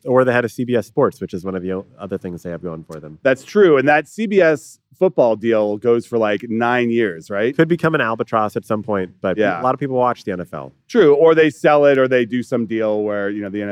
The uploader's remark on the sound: Live from Bloomberg’s Screentime event in Los Angeles